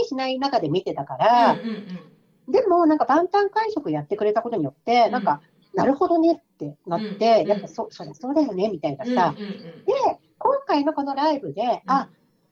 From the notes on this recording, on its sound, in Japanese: 今回もリモートでの収録となっているため、聴きにくい箇所があるかもしれませんが、ご了承いただければ幸いです。